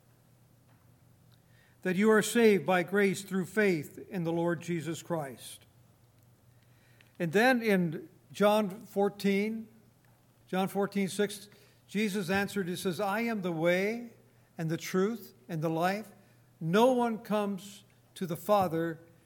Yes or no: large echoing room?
yes